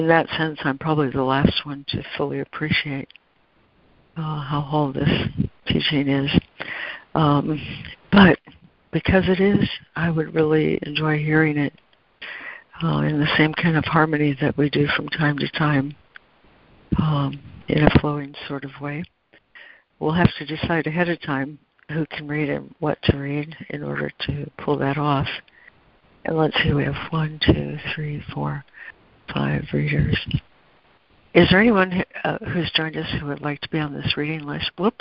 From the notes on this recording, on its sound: ACIM Daily Conference Call.